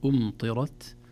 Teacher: فدائما الحركات المتتابعة الكثيرة تشوش على الحرف الساكن، يحتاج إلى عناية. إذن نفخم الراء في أمطرت ونهمس التاء دون مبالغة ودون قلقلة · Term: تفخيم الراء